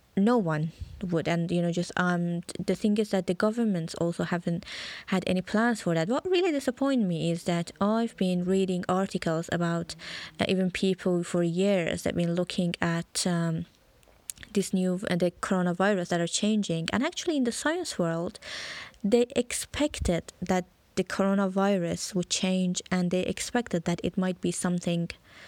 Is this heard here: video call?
no